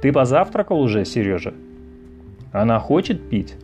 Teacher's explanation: это резко восходящая мелодия в интонационном центре и резко нисходящая в послецентровой части. Она звучит при вопросе без вопросительного слова. · Term: Интонационная конструкция 3